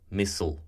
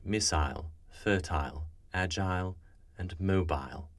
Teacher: the I-L-E ending is pronounced I'll, not like American speech that will reduce the sound to a consonant syllabic L · Shown in: second take